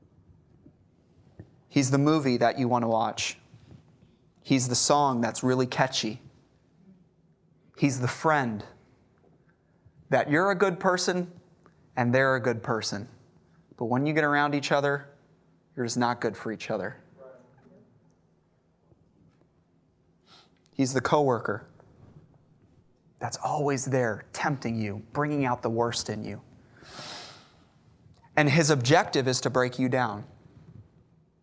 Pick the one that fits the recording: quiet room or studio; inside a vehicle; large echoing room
large echoing room